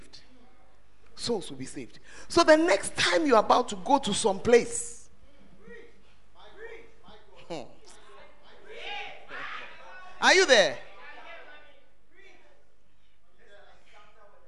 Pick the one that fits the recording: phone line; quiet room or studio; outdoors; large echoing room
large echoing room